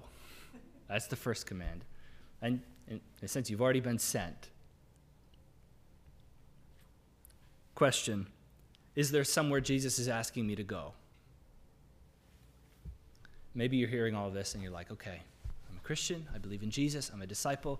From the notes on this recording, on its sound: This is the audio from the entire service.